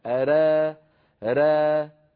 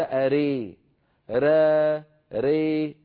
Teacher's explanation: إمالة قليلة إلى الألف أقرب · Shown in: first take · ري هذه إمالة بين الألف والياء تماما، يسميها العلماء الإمالة الكبرى، وليست برواية ورش. · Term: إمالة صغرى